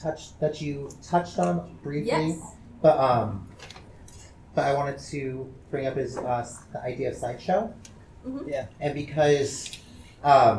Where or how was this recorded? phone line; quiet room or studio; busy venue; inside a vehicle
busy venue